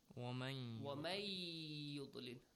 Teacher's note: And you extend the sound also with a nasal sound.